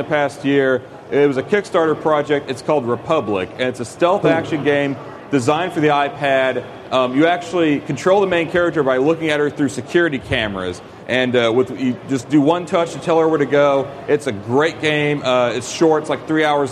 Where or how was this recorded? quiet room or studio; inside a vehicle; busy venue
busy venue